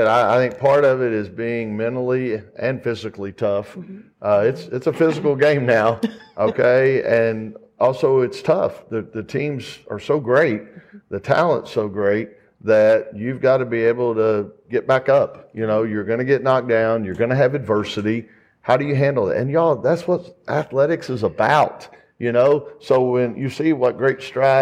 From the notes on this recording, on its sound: FULL NC STATE WOMEN'S BASKETBALL PRESS CONFERENCE, ACC KICKOFF 2023.